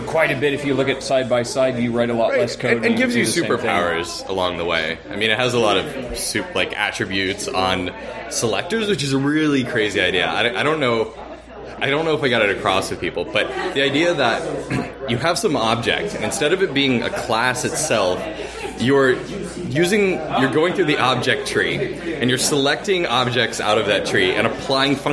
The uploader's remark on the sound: From the RubyFringe conference in Toronto.